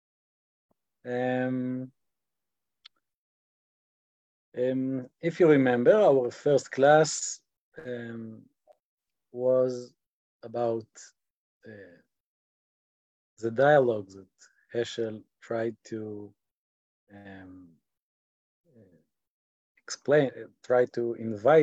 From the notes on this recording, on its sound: In this online class we will read passages from this work. This audio was originally captured from Zoom.